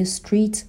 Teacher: سه تا کانسوننت داریم، اس تی آر در کنار هم اومدن · Term: consonant cluster